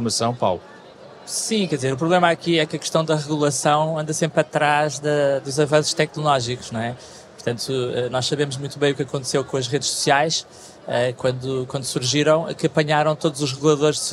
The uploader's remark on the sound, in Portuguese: Programa gravado ao vivo na Web Summit.